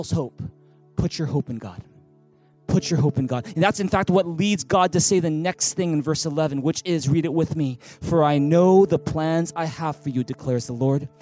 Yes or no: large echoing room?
yes